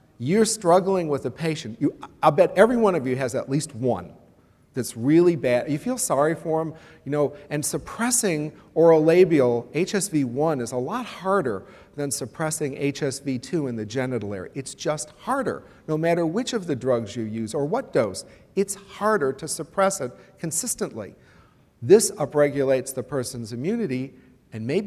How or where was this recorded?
live audience